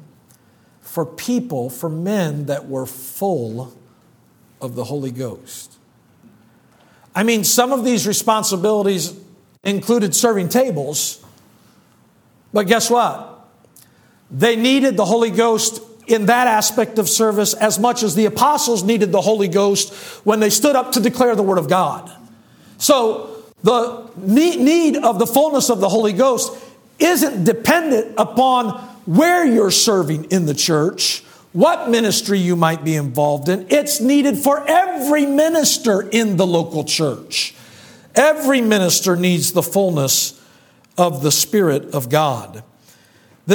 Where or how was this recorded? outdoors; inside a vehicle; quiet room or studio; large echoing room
large echoing room